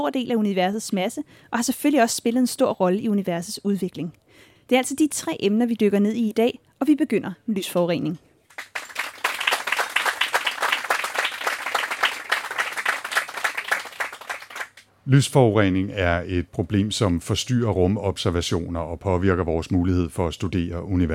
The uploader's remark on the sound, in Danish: Episoden blev optaget live på scenen foran publikum på RumSnak Festival